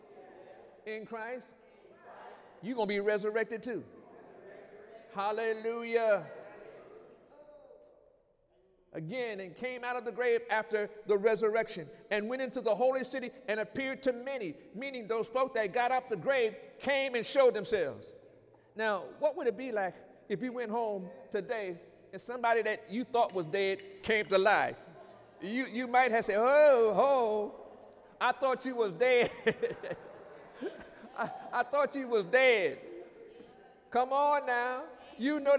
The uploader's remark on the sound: During Sunday morning service on December 22, 2019